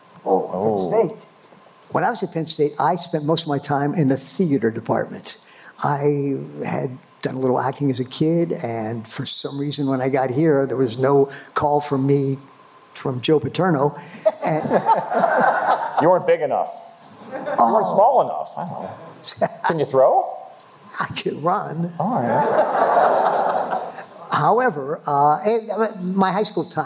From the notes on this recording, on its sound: This very special bonus episode was recorded live at the State Theater at State College, Pennsylvania home to Penn State University. This is a panel discussion from four Penn State Alumni.